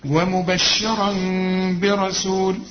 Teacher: اقلاب مع الاخفاء مع الغنة، فما اقفلش شفايفي